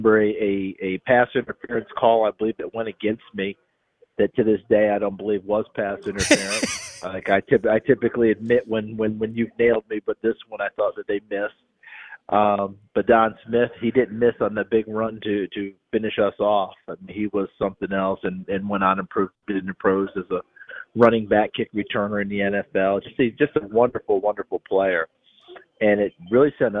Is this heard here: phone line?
yes